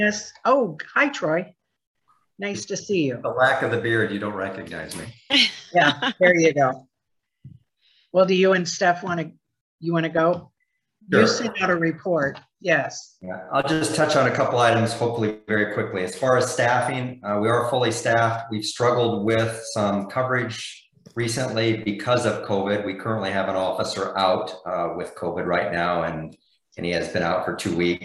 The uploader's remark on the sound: University Heights City Council Meeting. Was held on Zoom.